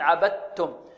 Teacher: إدغام تام، إدغام، إدغام كامل، تذهب الدال صوتا وصفة أو مخرجا وصفة أو الحرف كله يذهب، يصير تاء، عبدتم.